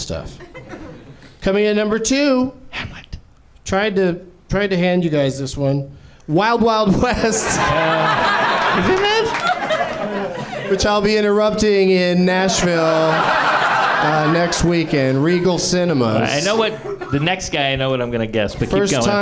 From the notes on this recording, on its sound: Live from the NerdMelt Showroom in LA